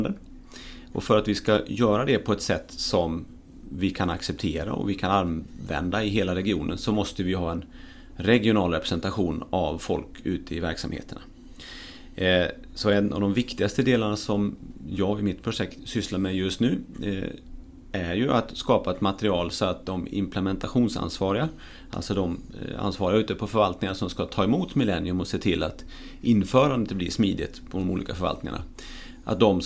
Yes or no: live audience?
no